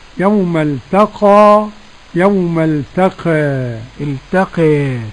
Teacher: يوم التقى ورش بالفتح والتقليل